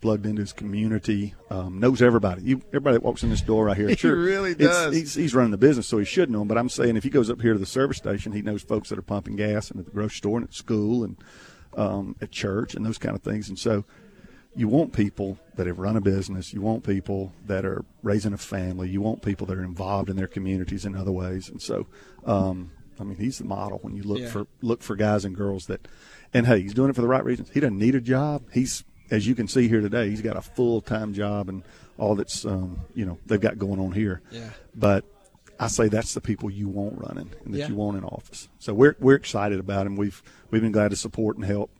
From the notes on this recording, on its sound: LIVE from DeViney Equipment in Madison